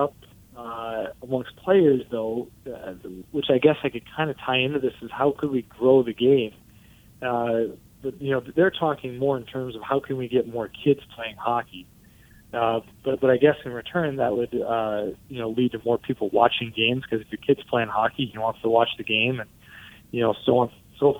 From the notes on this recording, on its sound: Sits down in studio with former University of Michigan Basketball player. On the phone.